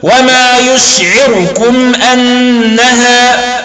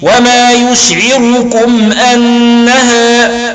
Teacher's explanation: قرأ دوري أبي عمرو أو الدوري بروايته عن أبي عمرو باختلاس ضم الراء · Shown in: first take · فيقول: وما يشعركم أنها، وقرأ الباقون بالضد وهو الإتمام الذي يفهم من منهجه: وما يشعركم أنها.